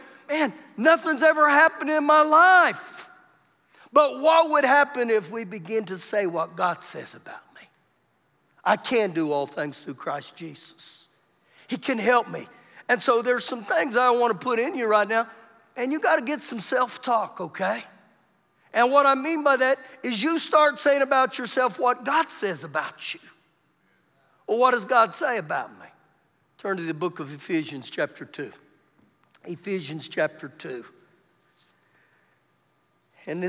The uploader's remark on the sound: Recorded live during our Sunday morning service